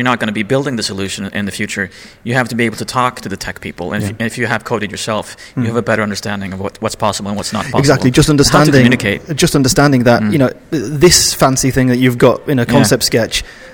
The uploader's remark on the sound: Recorded at Web Service Award 2013 in Stockholm, Sweden.